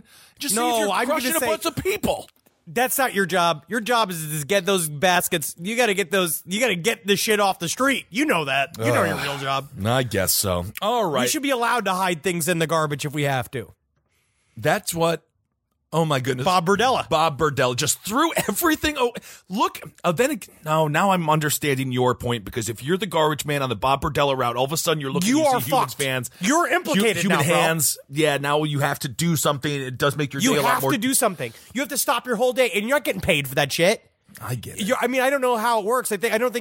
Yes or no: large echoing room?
no